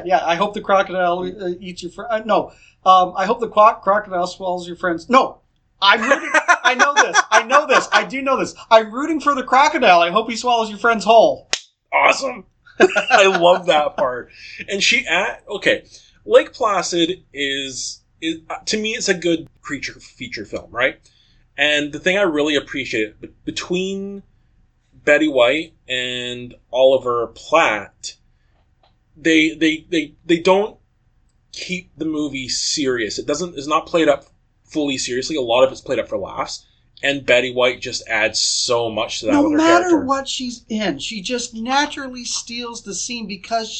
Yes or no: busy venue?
no